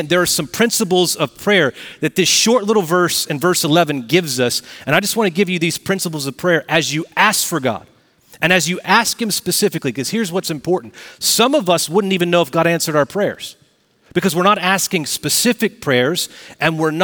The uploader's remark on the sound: Recorded Live at Brookwood Church on 11.05.2023